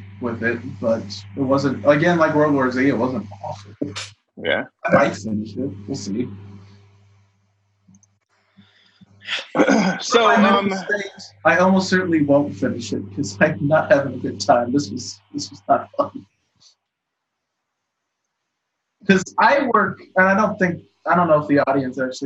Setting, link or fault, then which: link, video call